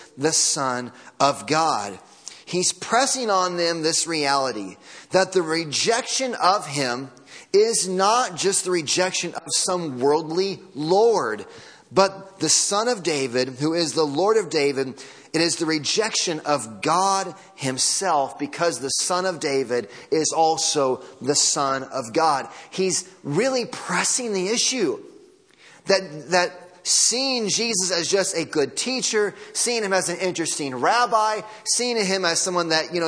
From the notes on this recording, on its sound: Audio from Sunday Morning Service.